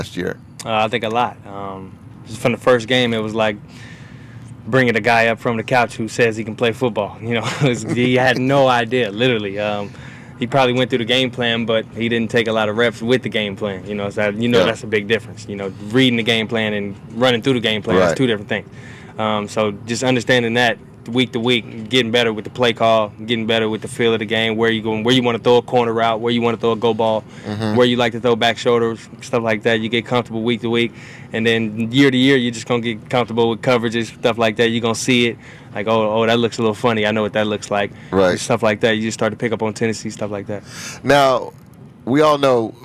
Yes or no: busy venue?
yes